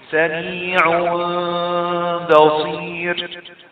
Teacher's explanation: ايضا سميع بصير كلمه سميع بتنتهي التنوين مضموم وقع وراها باء وقعت الباء هي وراء التنوين يحدث اقلاب بغنة بقر حركتين سميع بصير.